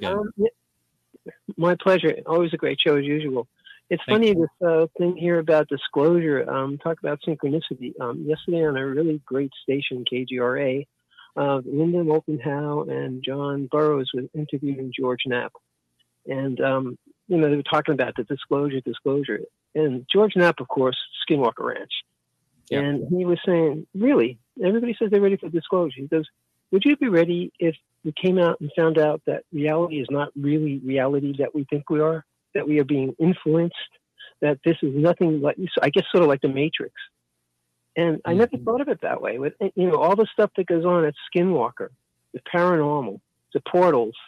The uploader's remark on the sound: Listener Call In Show